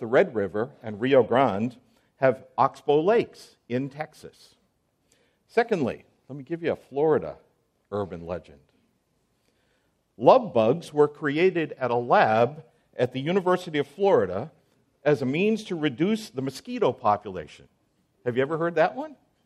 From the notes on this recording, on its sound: on January 16, 2024 at the IOPT Pre-conference on A Time For Confessionalism, preceding the 2024 National Founders Conference in Southwest Florida.